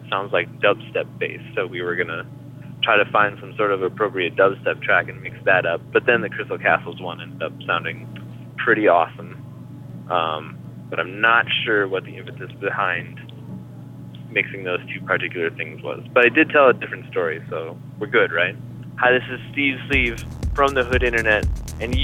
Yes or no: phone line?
yes